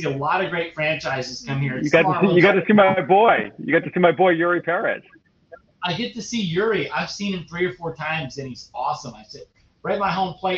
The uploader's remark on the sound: Sorry for the audio issues!